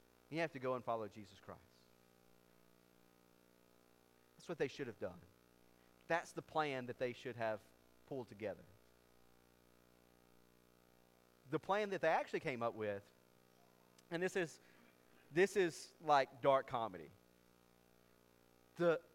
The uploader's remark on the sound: The sermon recording was accidentally cut short and so we do not have the end of the sermon.